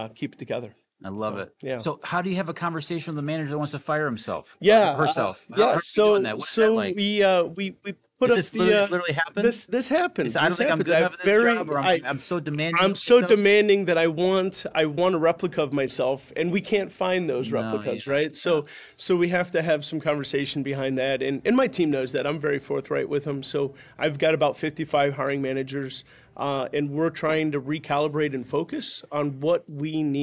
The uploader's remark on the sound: HR Like a Boss LIVE from NOHRC 2023. We had the privilege of taking our show on the road and interviewing people LIVE at NOHRC 2023!